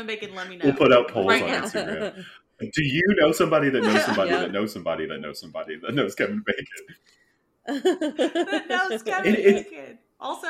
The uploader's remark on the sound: Is it really a 3 SWIB episode without technical difficulties?